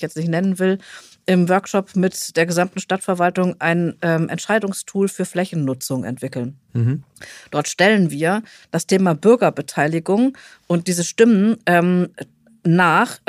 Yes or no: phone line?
no